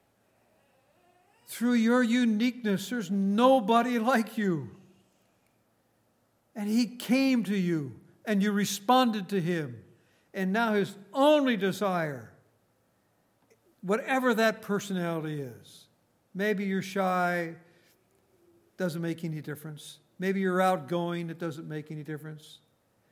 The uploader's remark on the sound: At Grace Bible Fellowship in Front Royal, VA.